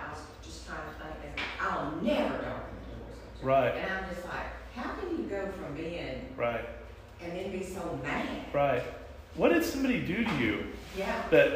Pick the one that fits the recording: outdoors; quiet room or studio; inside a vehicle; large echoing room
large echoing room